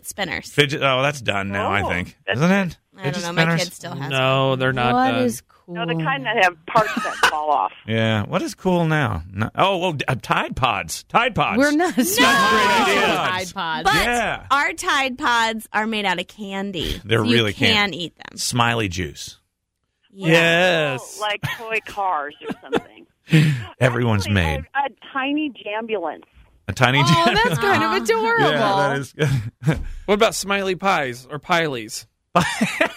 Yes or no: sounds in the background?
no